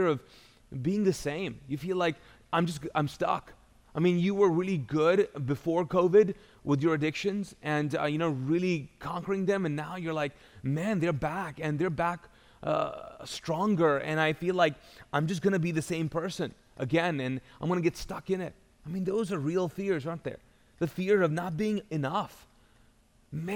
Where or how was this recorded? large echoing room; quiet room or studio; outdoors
large echoing room